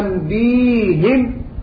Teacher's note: ونقف عليها أيضا أنبيهم بكسر الهاء لمجاورة الهاء الياء، إذن فيها وجهان في حال الوقف أنبيهم وأنبيهم.